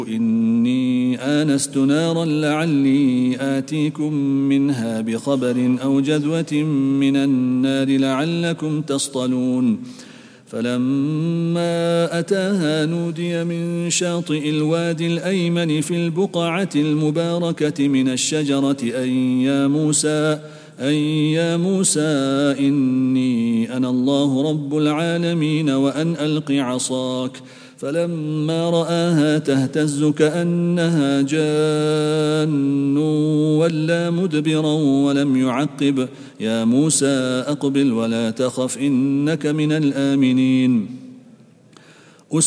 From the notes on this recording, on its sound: at the Houghton Masjid (West Street)